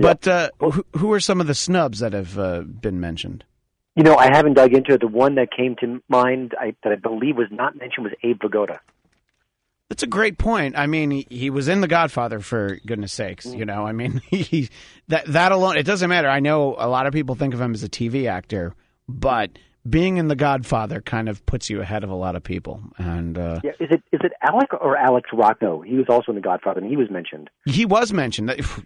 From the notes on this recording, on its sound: Joined via telephone.